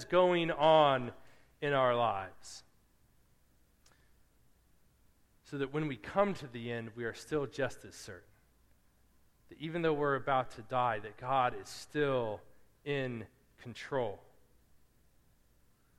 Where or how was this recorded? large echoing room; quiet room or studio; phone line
large echoing room